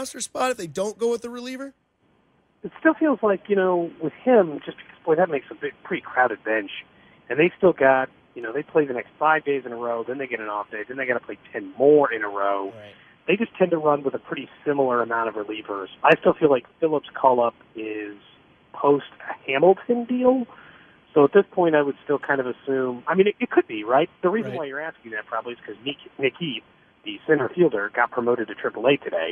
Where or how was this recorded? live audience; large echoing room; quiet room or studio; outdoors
outdoors